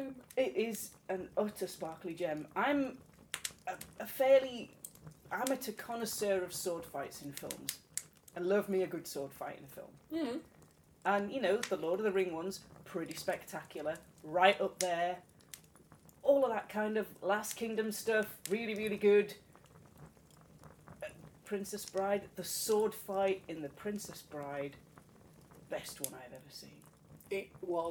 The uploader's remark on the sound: Background fire ambience